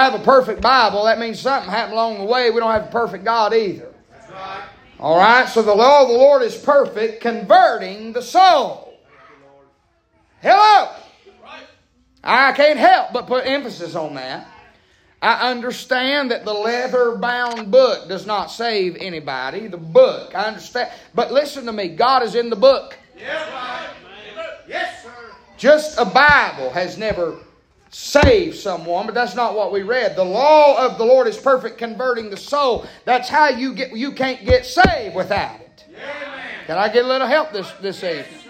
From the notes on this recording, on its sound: Preaching live from Still Water Baptist Church.